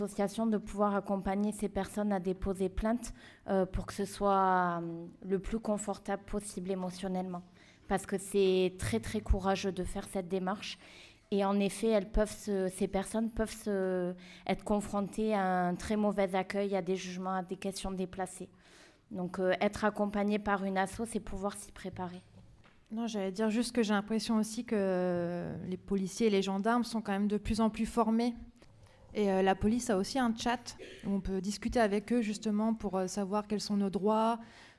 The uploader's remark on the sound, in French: Des extraits de l'émission de débat et d'échanges autour des violences faites aux femmes, avec le public lycéen.